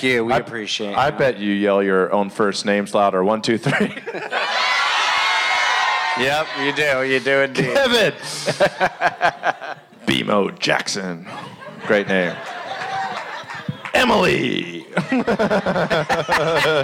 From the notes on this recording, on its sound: Live From Asbury Park.